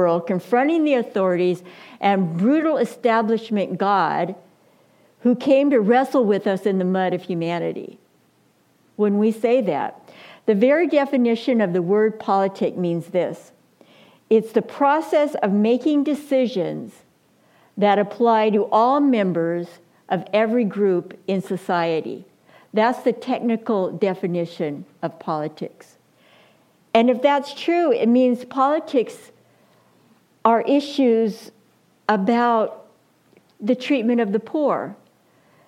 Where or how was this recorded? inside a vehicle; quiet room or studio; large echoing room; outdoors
large echoing room